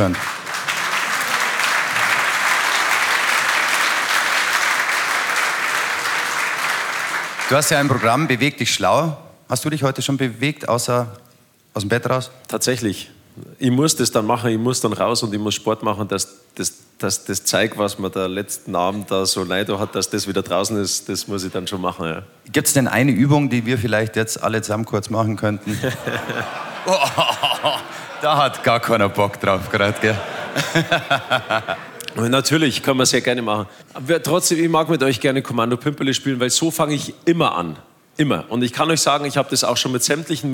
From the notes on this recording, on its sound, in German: Anlässlich der 100-Jahr-Feier von LOWA Platz auf der Live-Bühne genommen.